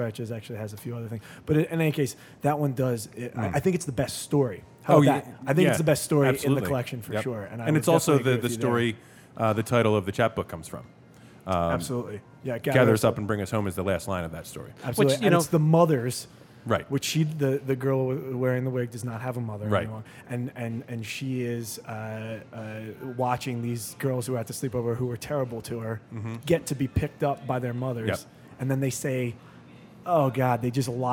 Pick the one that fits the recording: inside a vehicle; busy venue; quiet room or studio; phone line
busy venue